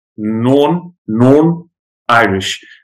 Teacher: So you don't even really pronounce the TH. · Term: assimilation